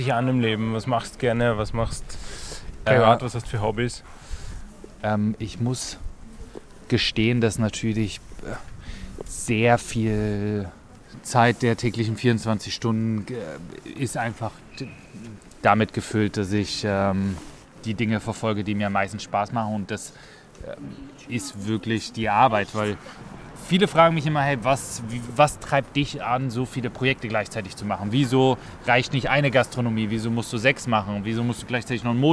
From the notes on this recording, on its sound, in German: Genau dort haben wir auch diese Podcast-Episode aufgenommen und sind dabei durch die belebten Straßen spaziert. Wundert euch also nicht, dass es manchmal ziemlich laut ist.